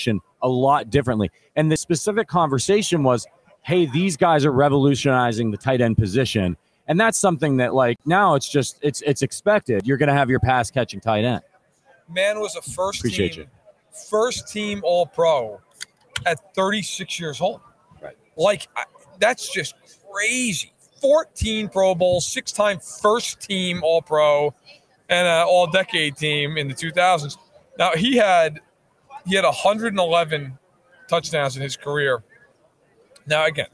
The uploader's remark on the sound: Live from Super Bowl LVII - Day 3